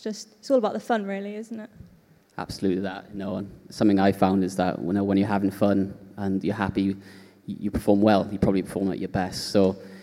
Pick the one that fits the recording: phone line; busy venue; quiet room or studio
busy venue